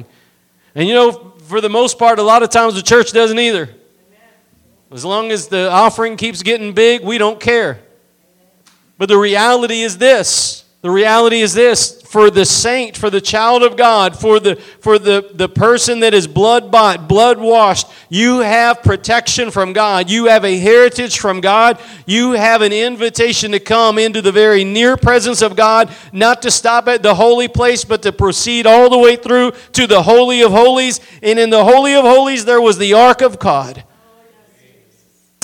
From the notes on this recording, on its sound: Preached at Gospel Lighthouse in Bossier City, La.